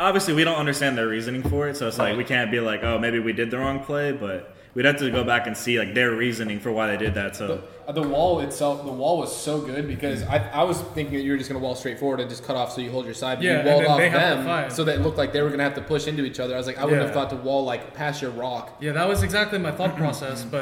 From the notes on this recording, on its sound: LIVE FROM BIRMINGHAM DAY 1.